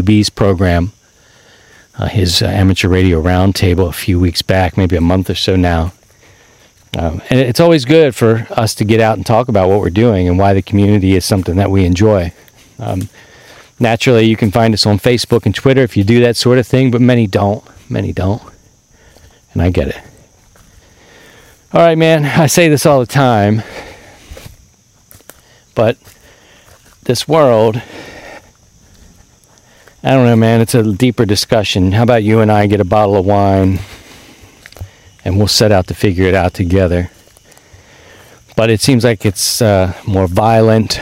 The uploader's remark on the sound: This week, we're back outside